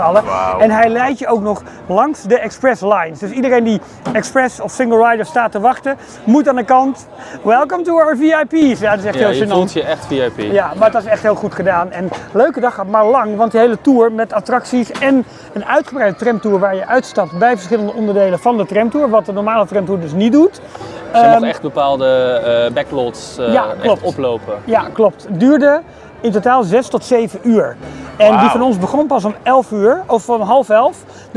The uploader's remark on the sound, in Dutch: Samen met 60 enthousiaste luisteraars en Disney liefhebbers. Live vanuit Disneyland, Anaheim.